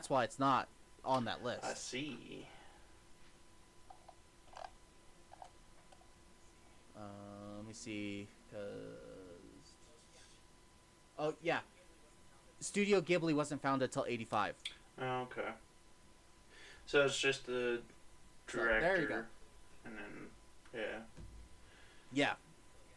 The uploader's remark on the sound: There was a bit of a audio issue sorry.